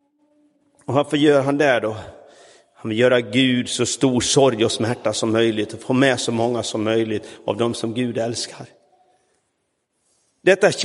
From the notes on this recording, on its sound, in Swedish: Inspelad i Roseniuskyrkan den 21 maj 2023.